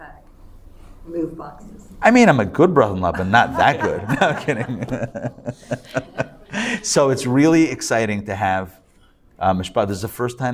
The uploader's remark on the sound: Recorded live at The Torah Center ATL.